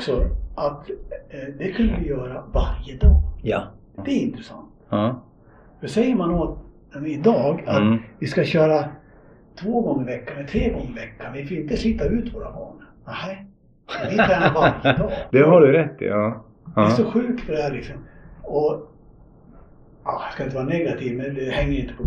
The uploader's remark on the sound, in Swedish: Vi ber om ursäkt för ljudet i detta avsnitt då vi hade lite tekniska problem under inspelningen.